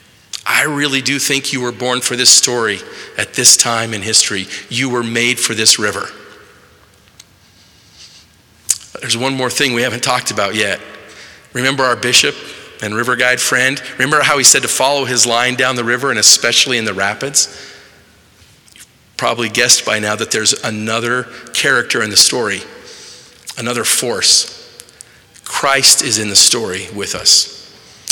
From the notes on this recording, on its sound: delivered March 21, 2023, in the Assembly Hall on Temple Square in Salt Lake City